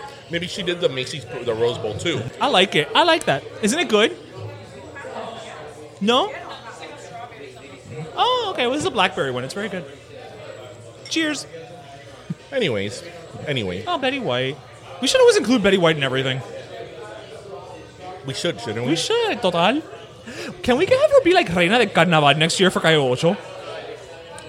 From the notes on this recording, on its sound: LIVE from Union Beer Store. It’s our first ever live show. We truly felt the love from everyone who came out in support.